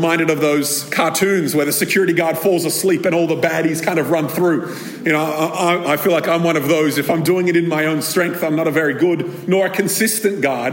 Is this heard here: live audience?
yes